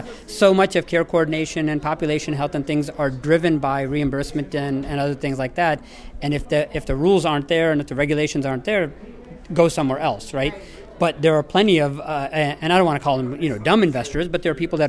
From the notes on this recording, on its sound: Live from #WinterTech. At the third annual health 2.0 WinterTech conference running concurrent with JP Morgan Healthcare conference week in San Francisco.